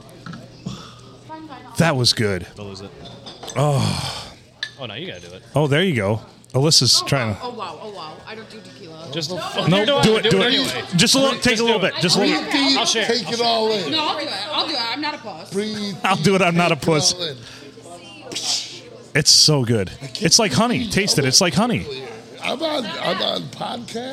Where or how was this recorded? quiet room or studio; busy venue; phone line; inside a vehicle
busy venue